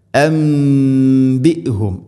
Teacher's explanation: നൂന് സാക്കിനയ്ക്ക് ശേഷം ബാ വന്നാൽ നൂനിനെ മീമാക്കി മാറ്റണം. ഇഖ്ലാബ് എന്നാണ് അതിന് പറയുക.